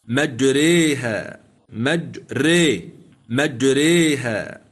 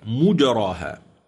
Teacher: ولكن السؤال بالنسبة لإمالة حفص، وافق حفص هؤلاء المميلين السابق ذكرهم حمزة والكسائي والعاشر والبصري في إمالة كلمة مجريها بسورة هود، ولم يمل حفص في القرآن الألف، أرجو أن ينتبه معي المستمع الكريم، لم يمل حفص في كتاب الله الألف التي بعد الراء إلا في هذه الكلمة فقط · Shown in: first take · Term: الإمالة